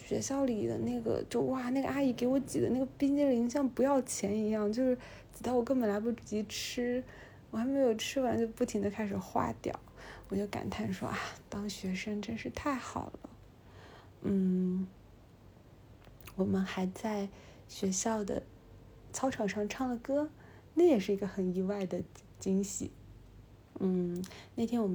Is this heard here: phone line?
no